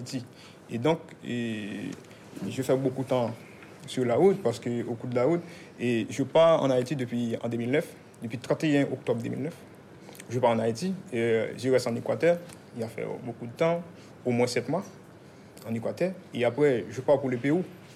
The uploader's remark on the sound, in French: Exceptionnellement, l’enregistrement des audiences que vous allez entendre a été autorisé. Adapté de la série documentaire audiovisuelle « En direct du tribunal ».